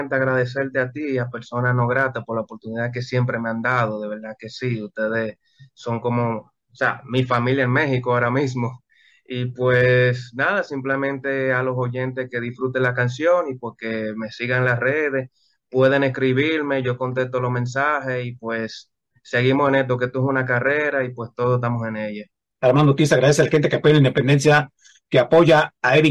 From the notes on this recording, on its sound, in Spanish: Charlamos via zoom.